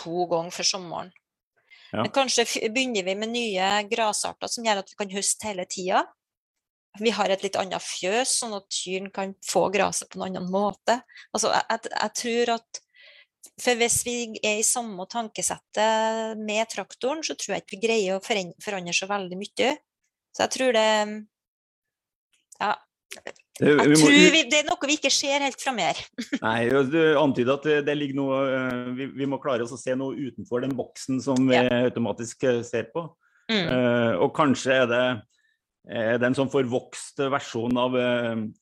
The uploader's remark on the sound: Live Zoom. I denne live-sendingen.